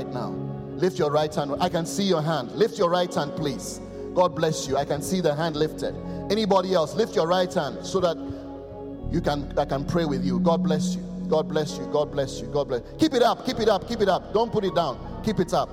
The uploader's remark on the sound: Preached at the Qodesh